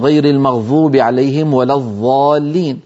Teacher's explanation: قد نجد بعض الناس يحول حرف الضاد إلى ظاء